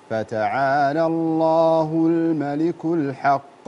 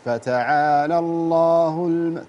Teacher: لابد تبين حركة الضمة في لفظ الجلالة · Shown in: first take · فتعالى الله الملك الحق بهذا الشكل، وليست فتعالى الله تحصل ضعيف طاعت معك، واستقلت الألف اللي بعدها اللي موصولة، فلما ما اكتملت الضمة كما ينبغي.